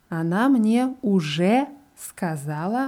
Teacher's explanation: Она мне уже сказала. Bei уже ist die Betonung auf dem je.